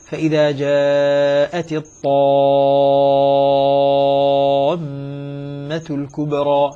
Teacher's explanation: وأمثلته في القرآن كثيرة متعددة، مثل قول الله تعالى: فإذا جاءت الطامة الكبرى. الطامة، الألف هنا جاءت وافقت بعدها ميما مشددة، فلذلك مدت مدا لازما مشبعا · Term: مد لازم كلمي مثقل